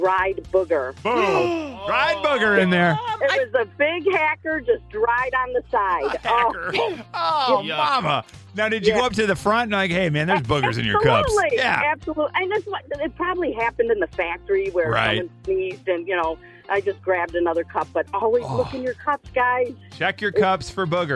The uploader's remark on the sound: Today listeners called